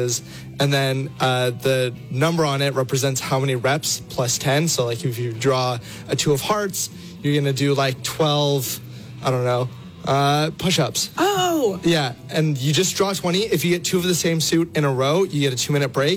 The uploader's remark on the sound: We catch up via phone